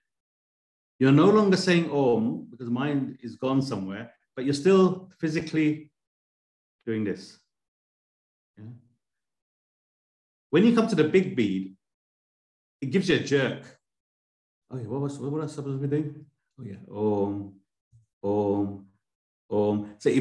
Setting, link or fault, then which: link, video call